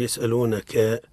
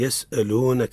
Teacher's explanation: وإنما نقول يسألونك من غير مد في الكاف · Shown in: second take